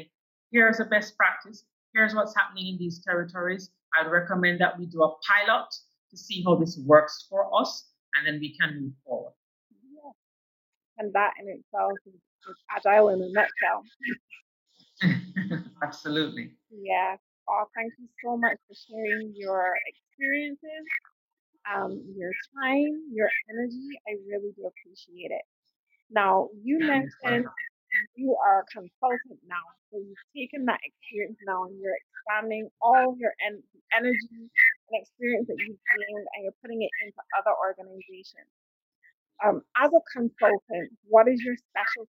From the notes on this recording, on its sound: I apologise for this episode's sound quality